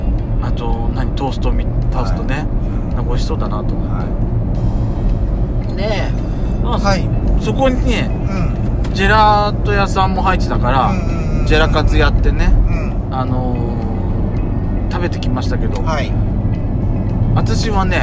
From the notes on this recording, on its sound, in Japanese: ドスドライブ収録 #ロードノイズゴメンね。